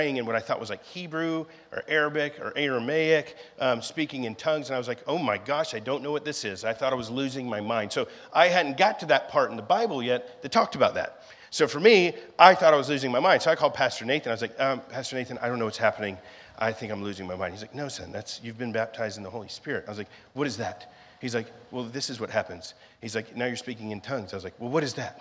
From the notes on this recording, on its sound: Was recorded on Sunday, May 28th, 2023, during our 11AM service at The Anchor Church in Rockport, Maine.